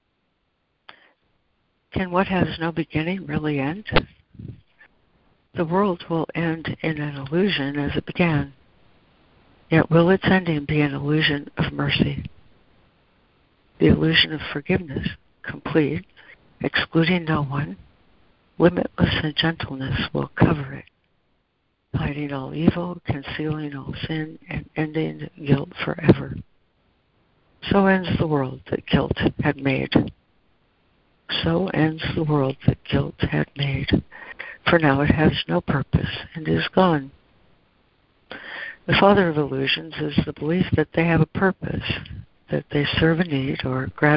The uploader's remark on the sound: ACIM Daily Conference Call